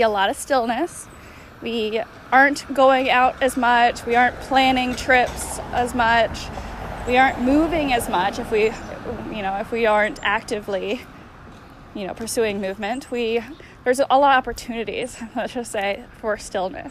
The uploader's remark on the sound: The intro was recorded on my walk home from the park!